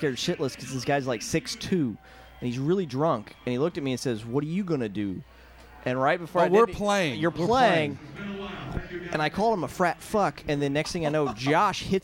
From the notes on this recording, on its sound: Joins us on location at the Vogue Theatre in Indianapolis for this special episode.